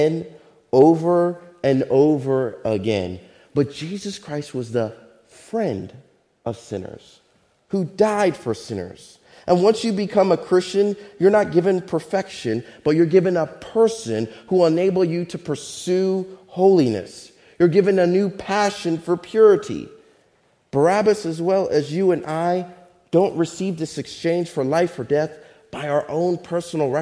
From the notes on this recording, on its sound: Faith Baptist Church in Hamilton, NJ.